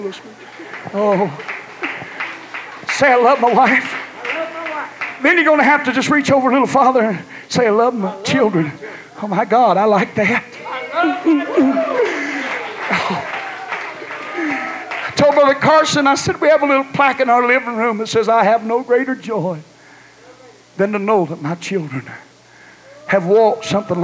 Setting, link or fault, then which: setting, live audience